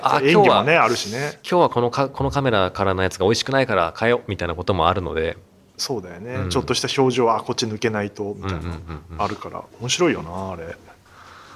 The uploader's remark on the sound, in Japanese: 本日、本多劇場で収録したばかりのホヤホヤ音源！本番前の会場の空気感が味わえるかも…？